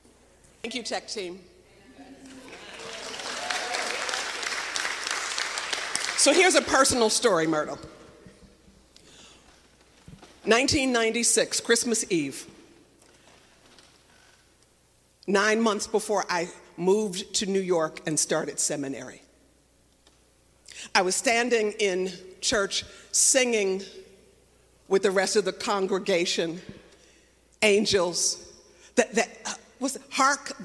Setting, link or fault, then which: setting, large echoing room